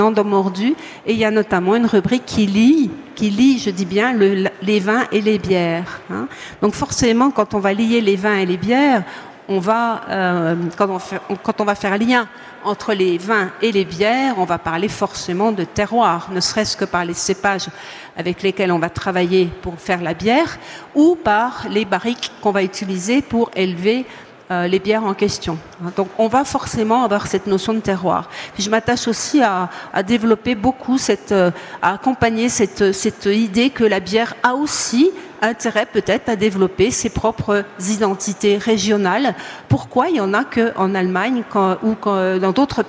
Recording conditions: busy venue